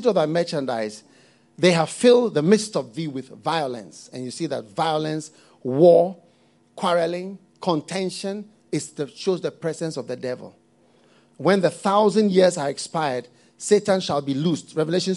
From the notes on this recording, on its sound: Preached at the FLOW Service, First Love Church.